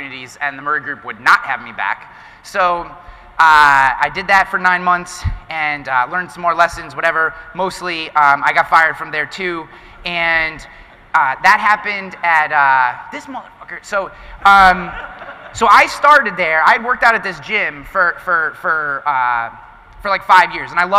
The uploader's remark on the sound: This podcast episode is a live recording of my keynote presentation at the One City World Tour event